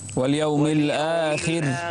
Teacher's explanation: واليوم الآخر لما تقف عليها رقق الراء